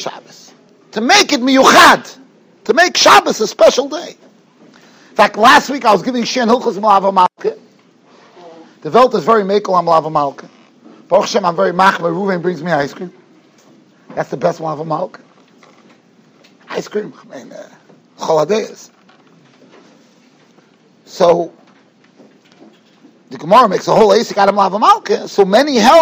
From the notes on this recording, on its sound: Shiur recorded in Yeshivas Ohr Reuven, Monsey, NY.